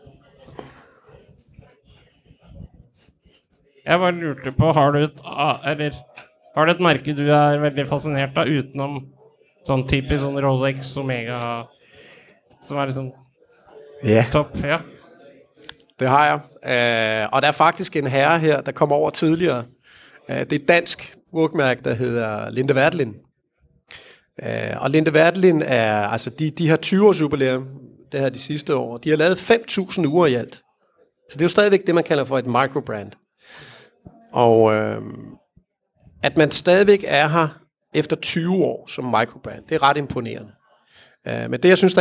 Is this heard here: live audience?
yes